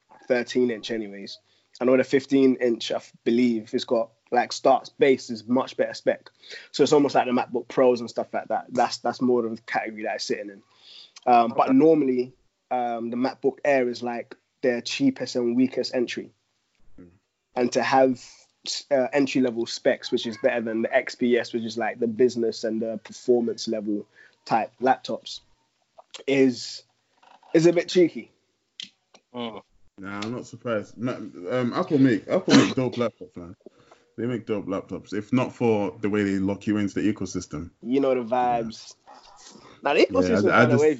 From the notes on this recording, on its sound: The Furnace burns bright from our individual homes via Skype. We also maintained social distancing and came together only virtually to bring you another fund conversation.